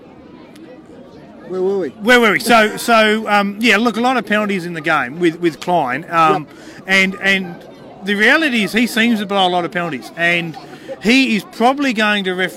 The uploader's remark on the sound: on location at Canberra Stadium, right after the game